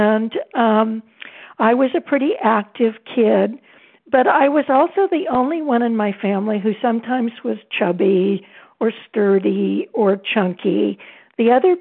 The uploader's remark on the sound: 100 Pounders Phone Meeting